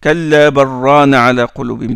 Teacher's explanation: Riwayat Warsh al-Nafi', il dit Kalla barrana ala qulubim. Direct, il rentre le lem dans le ra.